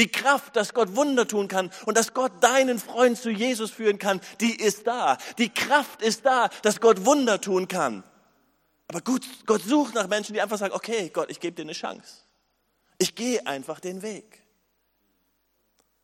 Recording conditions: large echoing room